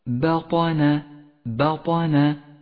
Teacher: جاء حرف الطاء مفخما وقد توسط بين حرفين مرققين، فلا تخلط بين الترقيق والتفخيم، واقرأها هكذا: بطن بطن.